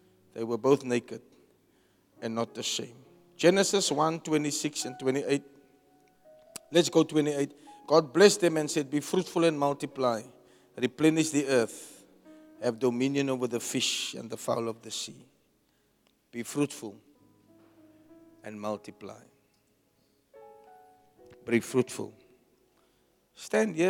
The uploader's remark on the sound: Preached at the Jesus Cathedral, Cape Town on the 01 October 2023